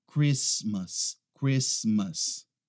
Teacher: Essa aqui não é Christmas, a gente não pronuncia aquele T ali